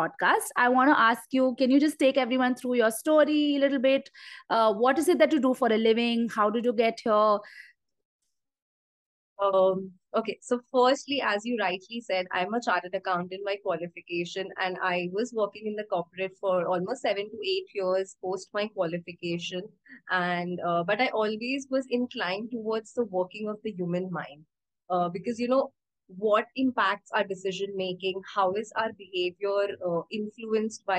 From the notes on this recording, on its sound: Instagram Live